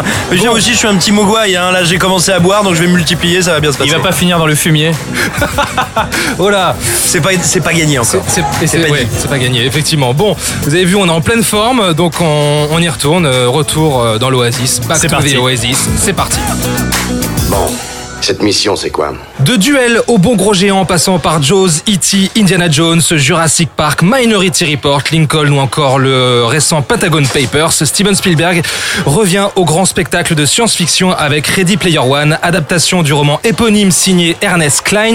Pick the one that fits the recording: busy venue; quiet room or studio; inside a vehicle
busy venue